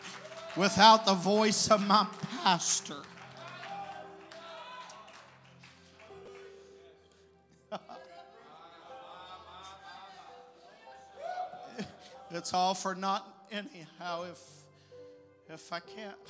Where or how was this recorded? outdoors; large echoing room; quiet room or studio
large echoing room